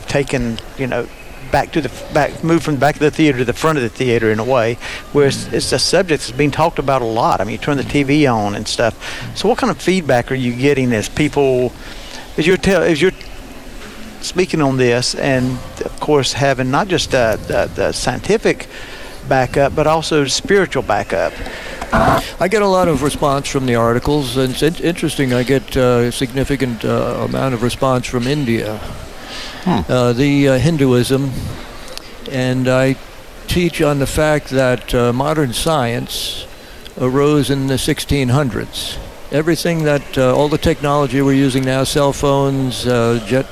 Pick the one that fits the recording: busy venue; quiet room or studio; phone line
busy venue